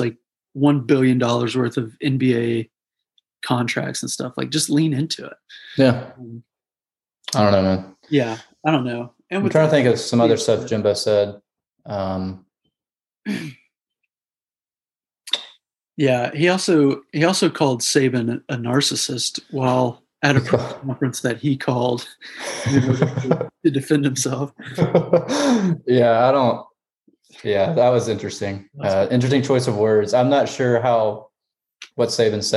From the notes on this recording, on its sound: We have taken our talents to Zoom just with everything going on.